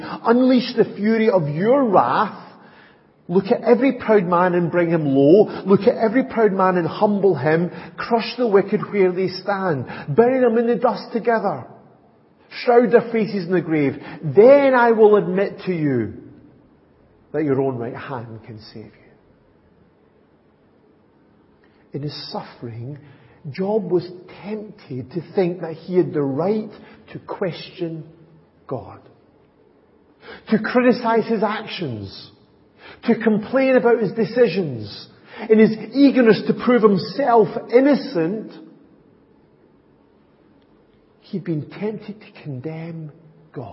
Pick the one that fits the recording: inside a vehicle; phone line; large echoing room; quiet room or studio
large echoing room